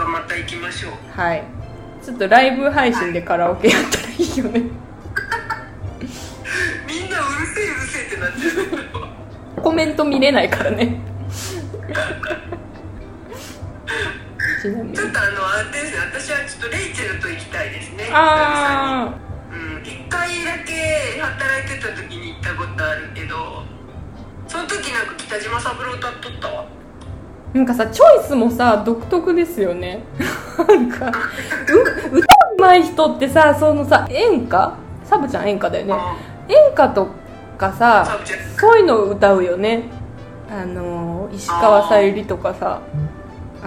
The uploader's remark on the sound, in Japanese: カラオケルームで収録しているため、音声がいつもより聞きづらいかと思います…ごめんなさいー